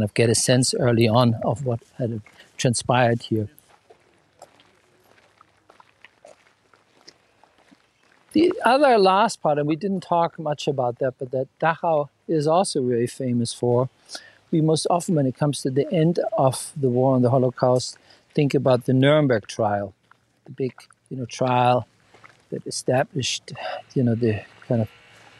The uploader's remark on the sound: On a walking tour of the Dachau Concentration Camp Memorial Site outside of Munich, Germany. This auditory experience captures the sound of the present-day landscape with its birdsong and tourist chatter.